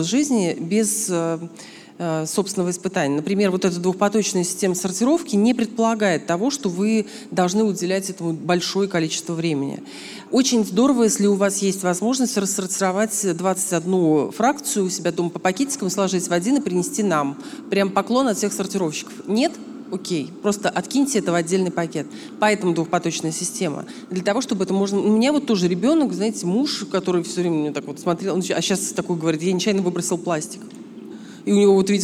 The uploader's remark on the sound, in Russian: Live в музее «Гараж». Этот выпуск записан в партнёрстве с Garage Radio.